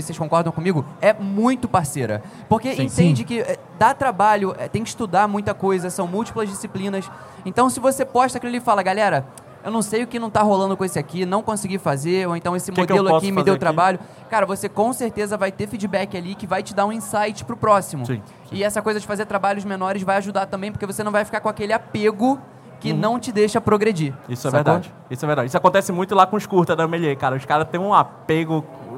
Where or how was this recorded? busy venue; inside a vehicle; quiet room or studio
busy venue